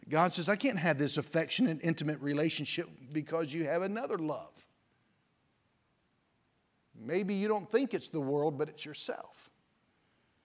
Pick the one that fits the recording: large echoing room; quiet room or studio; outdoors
large echoing room